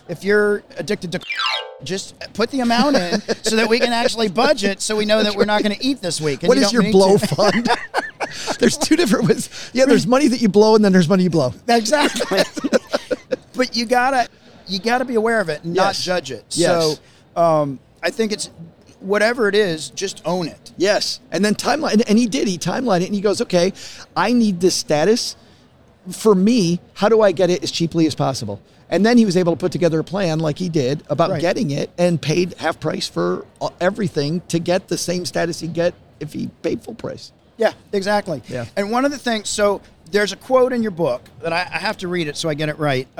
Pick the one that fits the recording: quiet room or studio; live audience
live audience